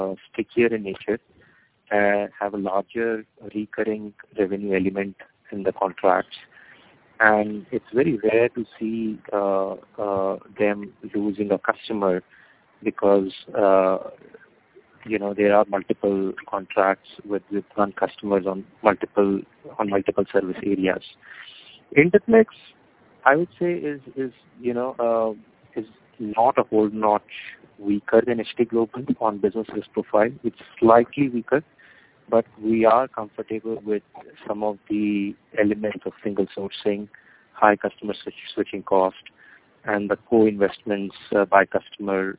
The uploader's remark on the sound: Teleconference Replay. By Fitch Ratings.